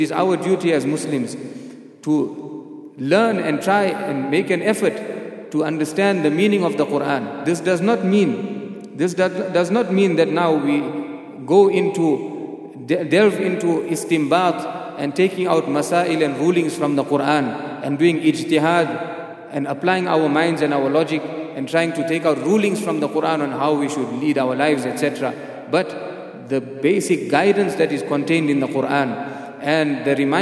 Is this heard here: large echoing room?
yes